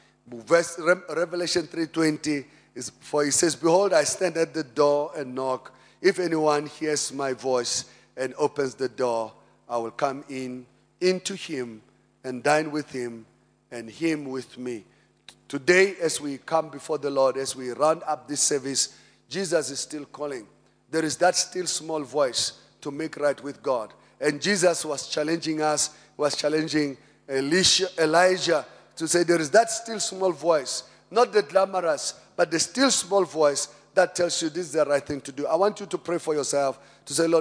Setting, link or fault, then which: setting, large echoing room